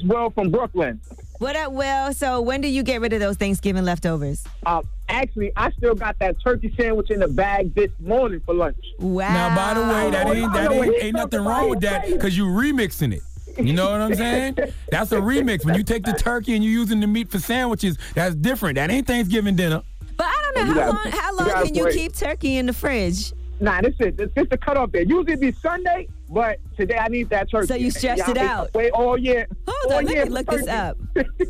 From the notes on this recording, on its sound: we opened up the phone lines